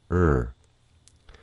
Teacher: R is made with the tongue tip rising up slightly, but with the tongue root pulling back